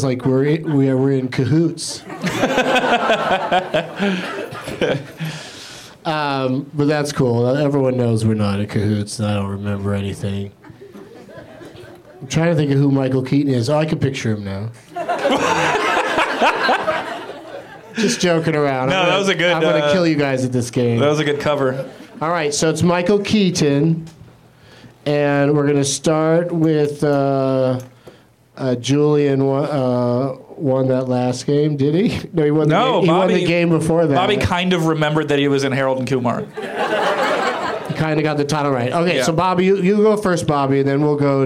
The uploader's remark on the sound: Back at the UCB Theatre in LA